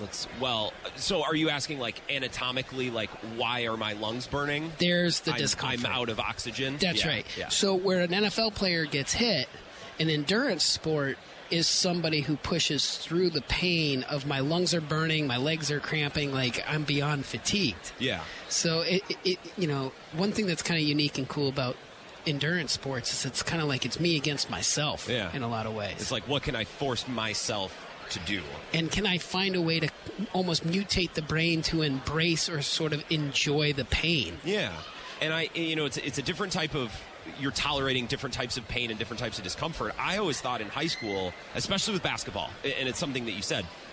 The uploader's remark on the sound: live at Radio Row in Las Vegas